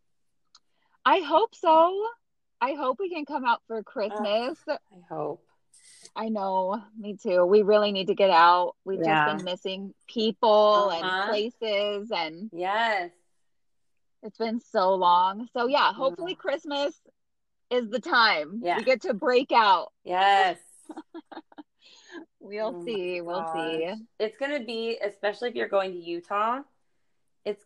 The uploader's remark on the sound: This episode has lots of technical difficulties. Dialogue is overlapping and not matching up at all!